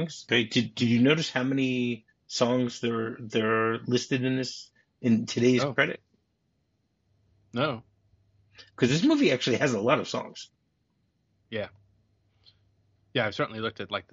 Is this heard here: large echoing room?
no